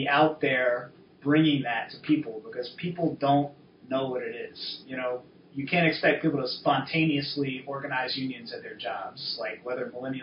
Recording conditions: poor sound quality